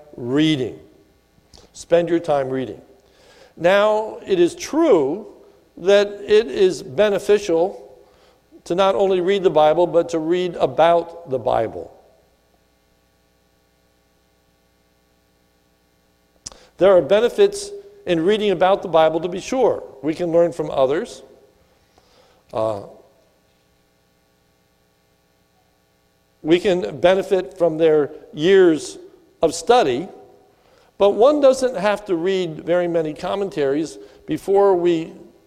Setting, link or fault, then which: setting, large echoing room